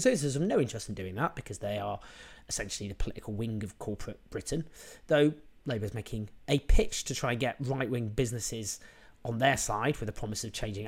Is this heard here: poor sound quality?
no